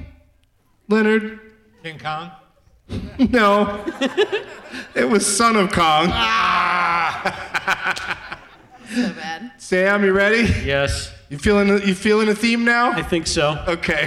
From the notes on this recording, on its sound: Live from the Egyptian Theatre Hollywood as part of Maltinfest